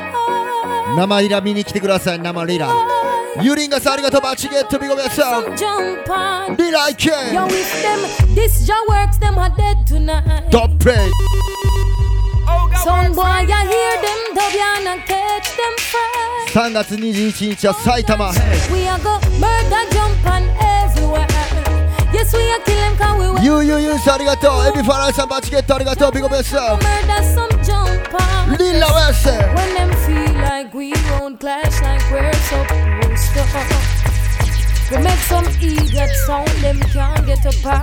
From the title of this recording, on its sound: LIVE FROM BAR TOAST 2023